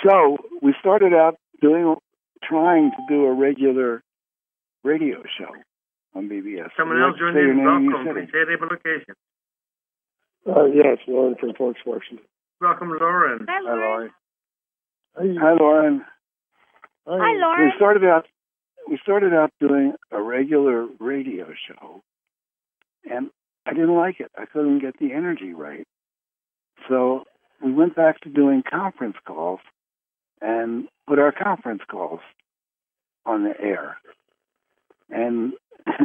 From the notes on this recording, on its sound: Conference Call LIVE